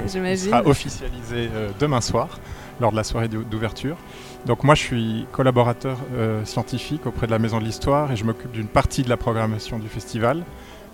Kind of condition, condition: setting, busy venue